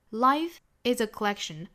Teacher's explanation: life 这个词和后面的 is 可以做连读